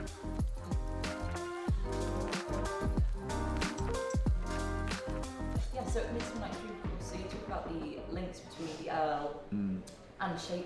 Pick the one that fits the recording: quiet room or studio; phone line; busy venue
busy venue